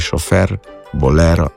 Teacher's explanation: Se pa vedno široko izgovarja E pred R v tujih imenih, ko je naglašen E pred R. · Term: široki E